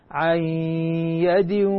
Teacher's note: لاحظ الإدغام مع الغنة